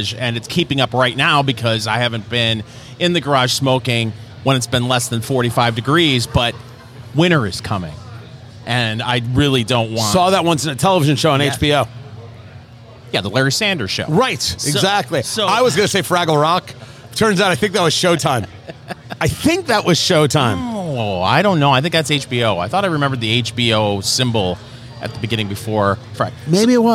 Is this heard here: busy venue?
yes